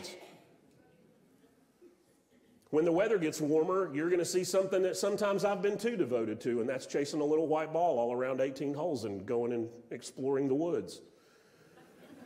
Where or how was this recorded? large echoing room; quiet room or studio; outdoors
large echoing room